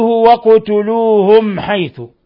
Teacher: القاف تقلقل لسكونها، والميم ساكنة جاء بعدها الحاء إظهار شفوي